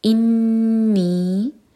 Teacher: نون پر شدہ تو نون پر غنہ کیا جائے گا، نون کو ہولڈ کریں گے